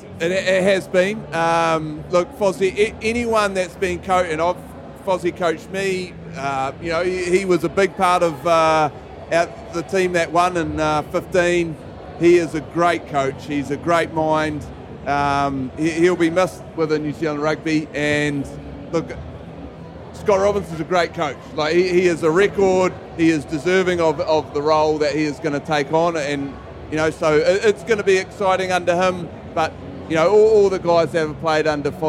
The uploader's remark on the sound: We record live from the World Rugby Awards in Paris after the World Cup final.